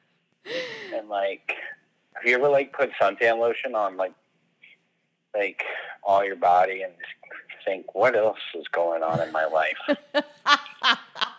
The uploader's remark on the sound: Still on the Phone. Will our hosts ever be in the same place again? Catch up...over the phone.